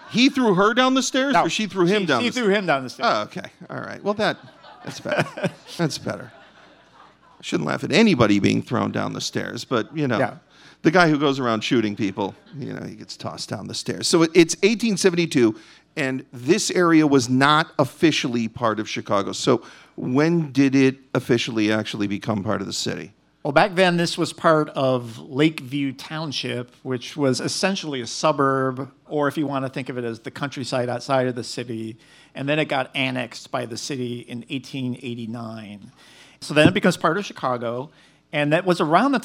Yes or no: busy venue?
yes